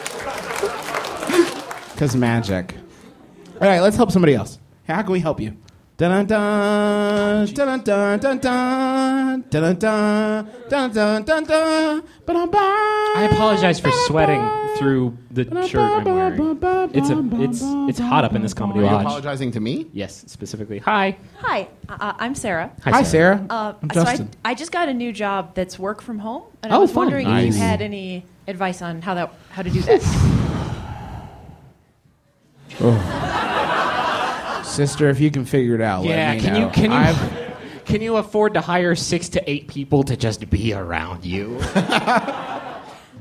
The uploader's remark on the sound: Live, from MaxFunCon.